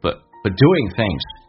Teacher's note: But 不被强调，用降调读